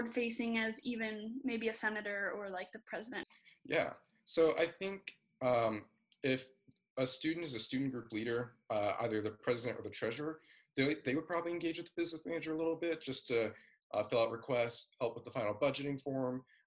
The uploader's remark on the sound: over zoom